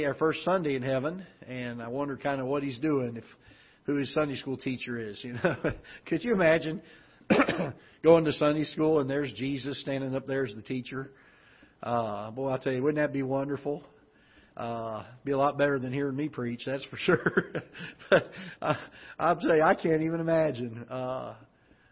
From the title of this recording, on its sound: Ketha Heights Baptist Church ~ Live Broadcast